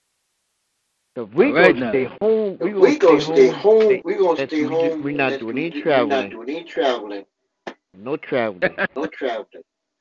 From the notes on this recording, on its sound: your phone calls